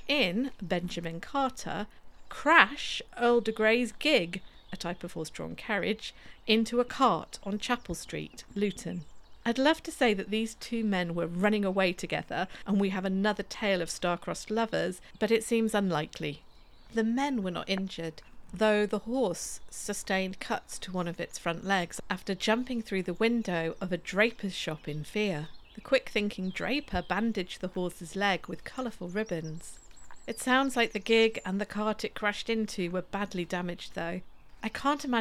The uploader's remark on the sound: In this bonus, mini episode, partly recorded on a dawn walk around Wrest Park. Birdsong will accompany you.